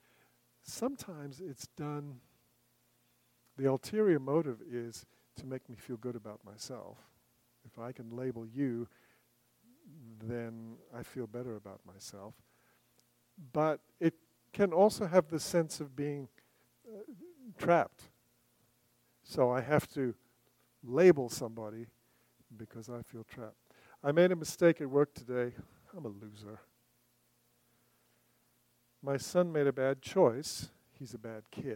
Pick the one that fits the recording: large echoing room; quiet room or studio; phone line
large echoing room